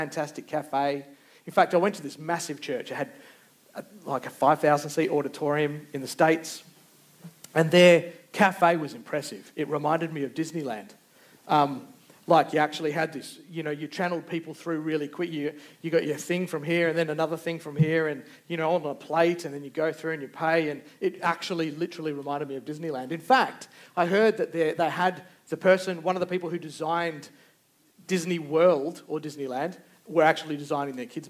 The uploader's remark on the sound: Recorded Live. Geraldton Baptist Church.